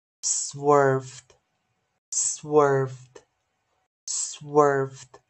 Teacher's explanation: 也就长儿音哦，R color 长儿音